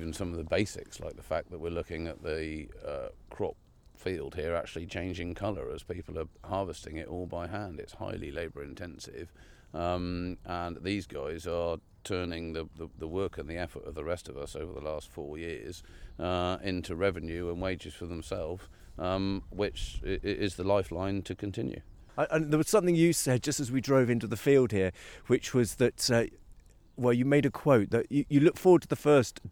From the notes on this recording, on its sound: Live on Farm: Walking Fields of Gold in Cornwall.